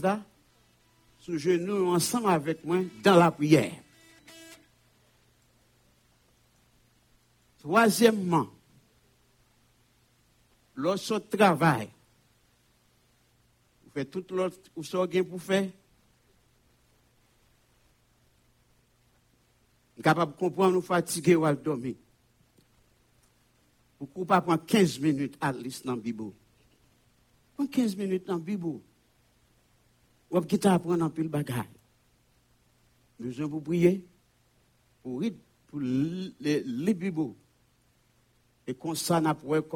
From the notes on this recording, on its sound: Sunday Service Live.